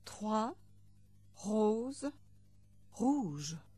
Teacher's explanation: The letter R is pronounced from the back of the throat.